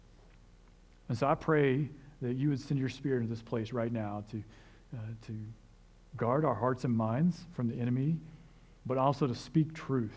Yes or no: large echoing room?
yes